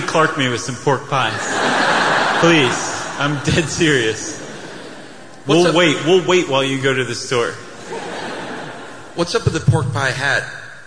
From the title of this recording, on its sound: Stuff You Should Know Live in London